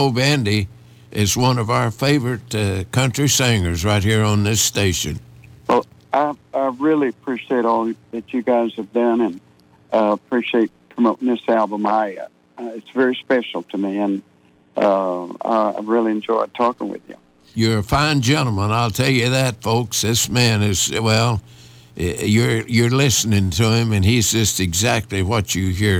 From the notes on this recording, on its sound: He called in to chat